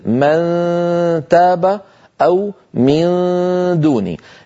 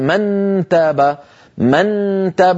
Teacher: لاحظوا بأن طرف اللسان قريب من الحنك من منبت الأسنان العليا لكنه لا يلامسها · Shown in: first take · ما في تلامس ولا في إقفال للمخرج، يعني ما في قرع. · Term: النون المخفى